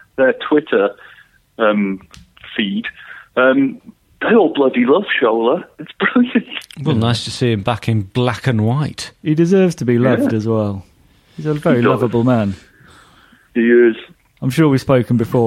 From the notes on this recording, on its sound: on the phone